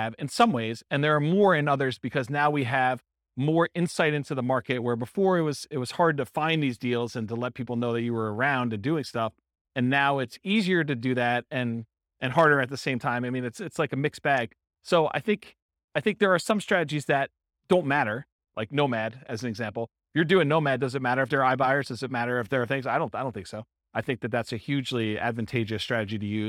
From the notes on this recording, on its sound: This was a live class recorded